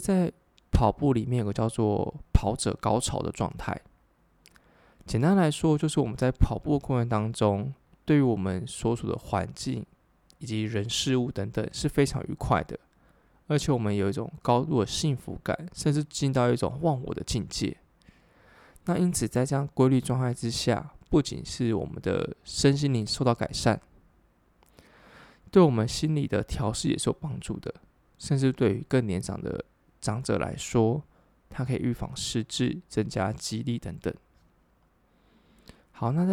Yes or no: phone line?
no